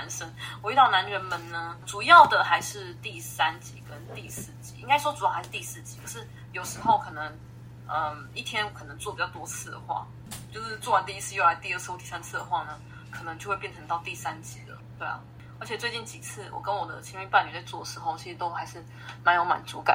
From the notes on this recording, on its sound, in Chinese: 但因為這次硬碟出了點問題，所以二次錄音下沒有收音的很好。如果有聽到一些雜音也請多多包涵。